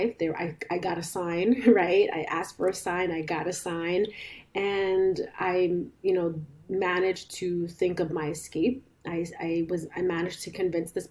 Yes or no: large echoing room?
no